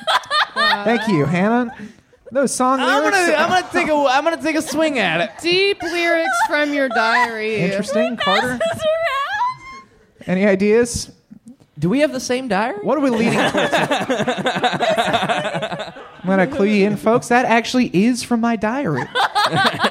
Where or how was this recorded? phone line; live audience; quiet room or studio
live audience